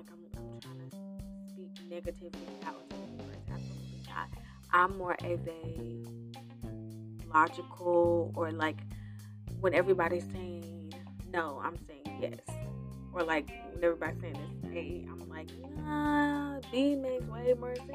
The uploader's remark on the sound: Apologies for the audio this was recorded a bit ago.